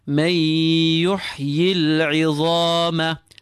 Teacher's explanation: Feel the restriction in the throat for the ayn.